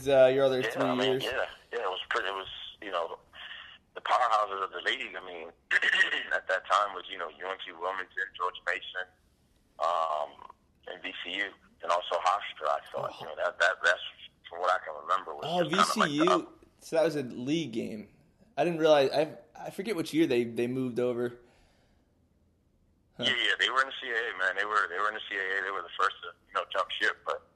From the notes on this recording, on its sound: We talked on the phone and he told me all about it.